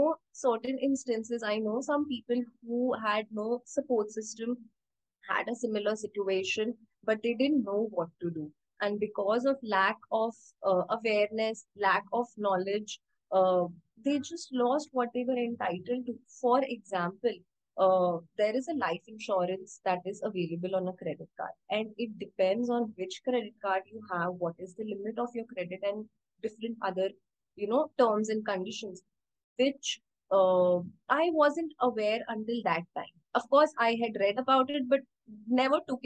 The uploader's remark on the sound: Instagram Live